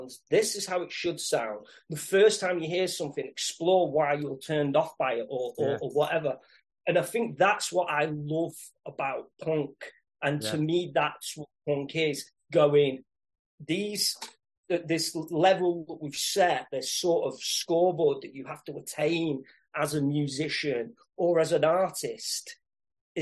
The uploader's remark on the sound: has a great chat via Zoom